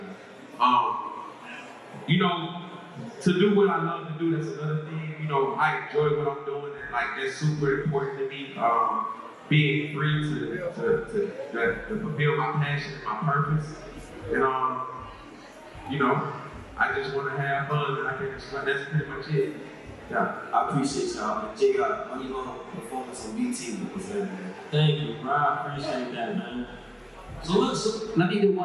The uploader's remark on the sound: The conversation continues live at Indie Fest in Atlanta Ga. Take their final live audience questions at Indie Fest.